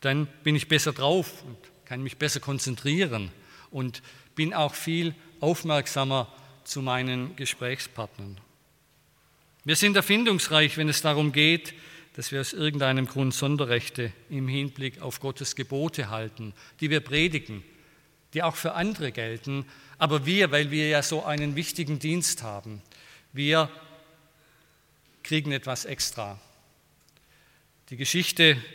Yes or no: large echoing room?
yes